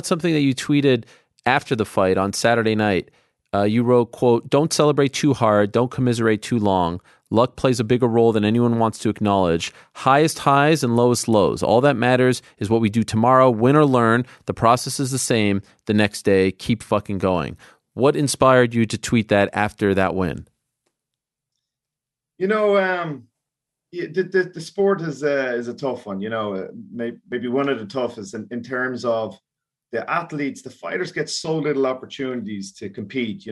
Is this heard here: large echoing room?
no